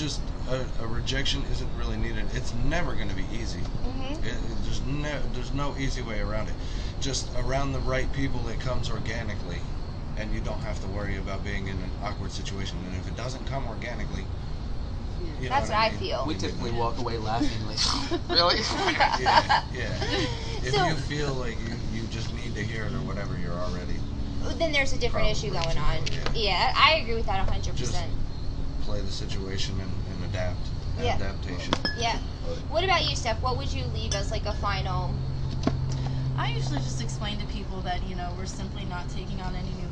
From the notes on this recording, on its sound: A panel of guests. This was recorded the morning after Secret Sinsations hotel takeover, outside in the beautiful sunshine.